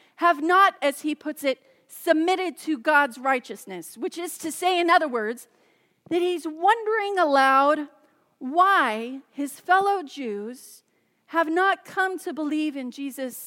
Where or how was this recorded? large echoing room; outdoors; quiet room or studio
large echoing room